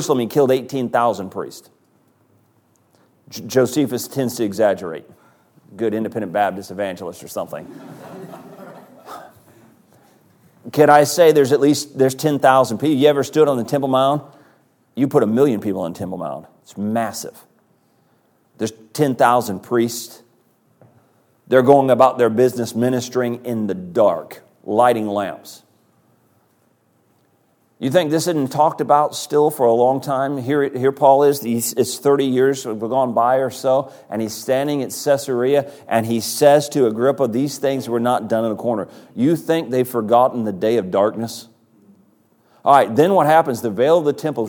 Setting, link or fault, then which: setting, large echoing room